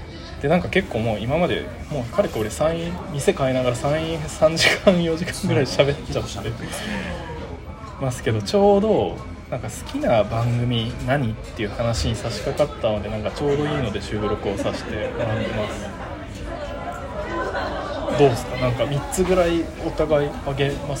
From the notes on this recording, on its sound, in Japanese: 野外録音のため、環境音など聞こえづらい点ご容赦ください。